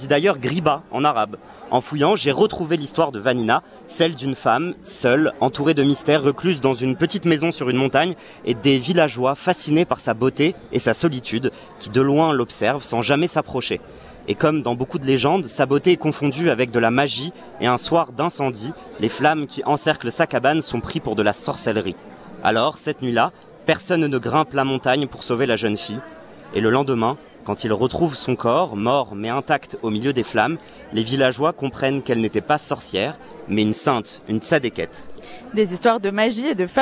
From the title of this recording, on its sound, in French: En direct de « La Ghriba » à Djerba